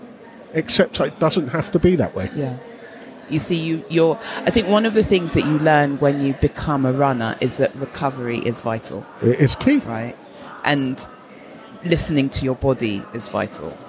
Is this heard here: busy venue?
yes